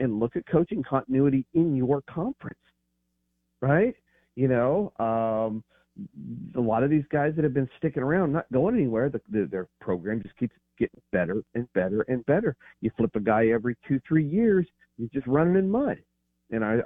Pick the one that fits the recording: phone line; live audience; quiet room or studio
phone line